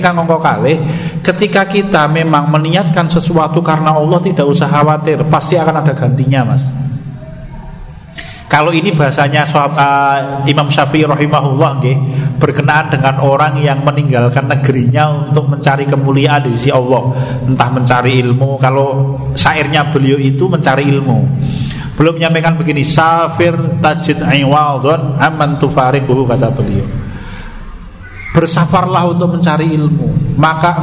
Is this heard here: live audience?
yes